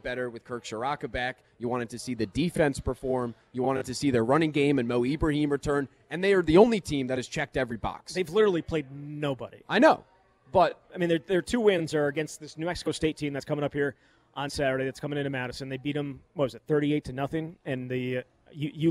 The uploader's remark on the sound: live at Monk's Bar and Grill in Sun Praire